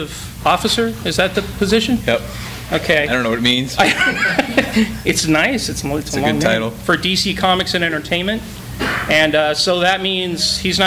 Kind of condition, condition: setting, live audience